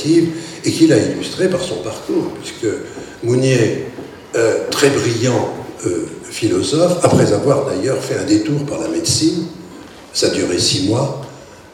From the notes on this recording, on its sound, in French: Echanges avec le public.